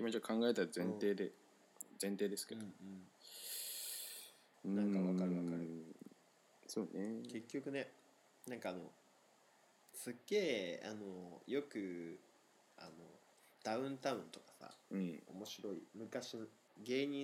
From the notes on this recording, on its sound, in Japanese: リモート収録のため音声のズレ、音量が小さいなど聞きずらいところございます。